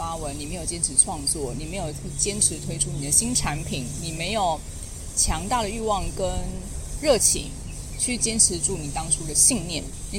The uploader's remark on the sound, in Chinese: 這一次，我選擇從臺中火車站走到臺南火車站大概152公里這樣的距離。因為我已經累得不想拿出行李翻出麥克風來錄音，所以直接就拿著手機邊走邊錄，你可以聽到旁邊有很多雜音，這些雜音可能包含了火車的聲音、馬路碎石子的聲音、還有鳥叫的聲音、甚至是旁邊有汽機車騎過還有天上飛過飛機的聲音。